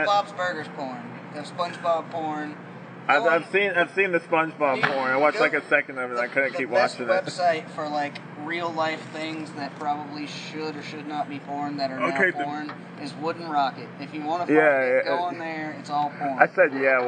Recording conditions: poor sound quality